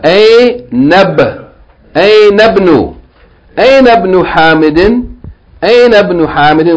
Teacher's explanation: we're going to join Aina directly to Ibn.